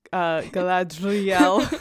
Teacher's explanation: supposed to have a trilled R in all positions